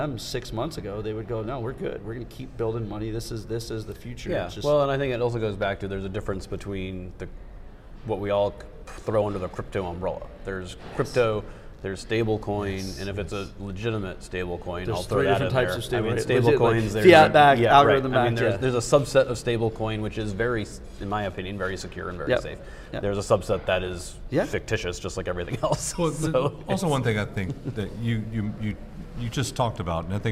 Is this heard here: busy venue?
yes